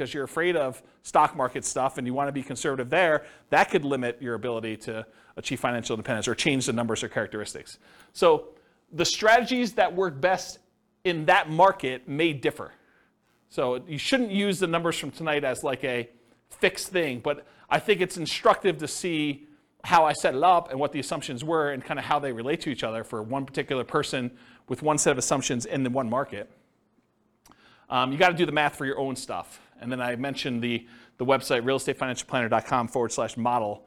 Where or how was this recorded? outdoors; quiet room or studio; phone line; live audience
live audience